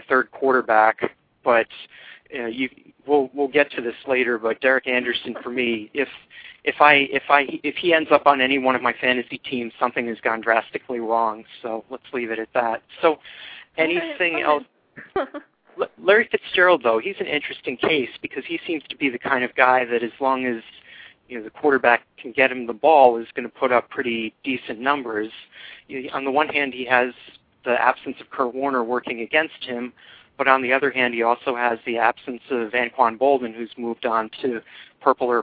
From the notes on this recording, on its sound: fan interaction via phone